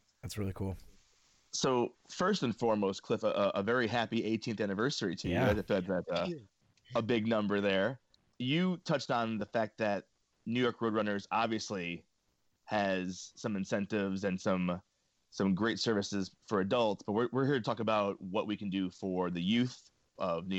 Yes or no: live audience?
no